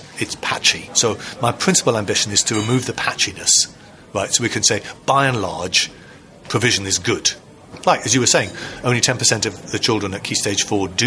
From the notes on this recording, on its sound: recording at the graduation of the first cohort of teachers to complete a nationally recognised qualification from the National Centre for Computing Education (NCCE)